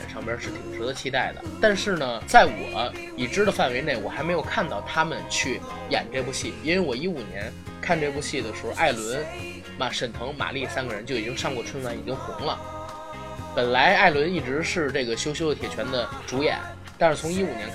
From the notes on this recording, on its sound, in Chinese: 节目剪辑本次不是主播团队，大致背景音乐较大。